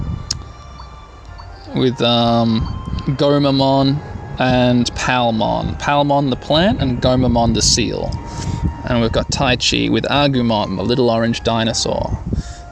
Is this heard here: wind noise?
yes